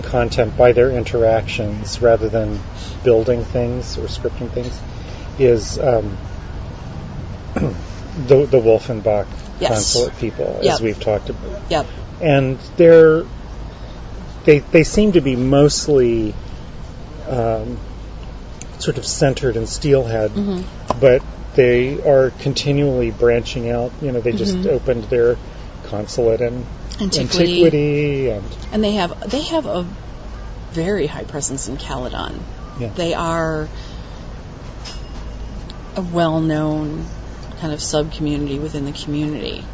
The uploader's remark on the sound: recorded August 30, 2008, at CaleCon, a real-life meetup held in St Marys, Ontario, Canada